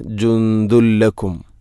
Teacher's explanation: ഇദ്ഗാം ബിലാഗുന്ന, തൻവീനിനെ ലാമിലേക്ക് കൂട്ടിലയിപ്പിക്കണം. അപ്പോൾ നൂനിൻ്റെ ശബ്ദം കേൾക്കൂല. ജുന്ദുൻ എന്ന ശബ്ദമില്ല.